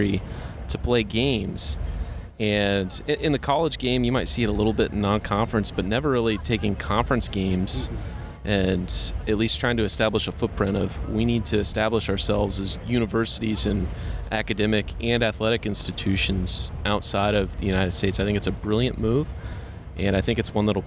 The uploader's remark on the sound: The annual Big 12 Media Days event in Arlington, Texas, and the Powercat Podcast crew is inside AT&T Stadium with the latest.